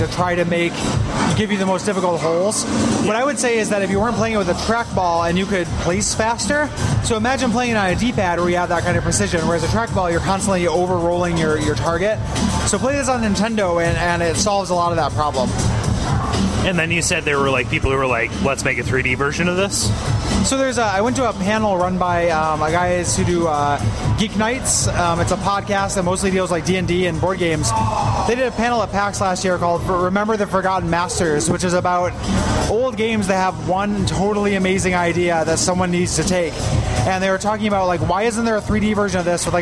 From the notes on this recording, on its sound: Recorded in person, both in-studio and in the field. The arcade revival taking place in Portland, Oregon. Special thanks goes out to Ground Kontrol, the best goddamned arcade in Portland.